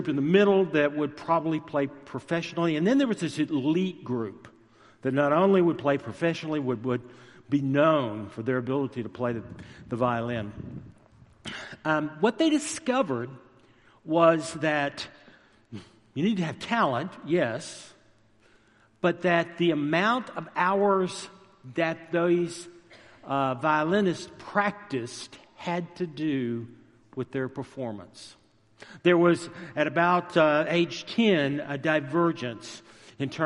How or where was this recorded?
large echoing room